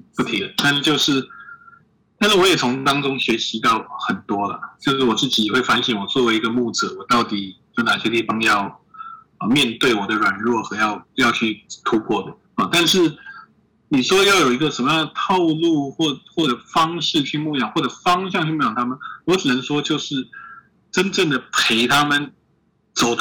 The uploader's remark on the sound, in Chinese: 建議音量調小一點，距離喇叭遠一點QQ。因為音質很可怕。趕鴨子上架，聲音聽起來很崩潰。這回真的是我們半夜才能用Zoom收音，。很臨時性，無法進錄音室。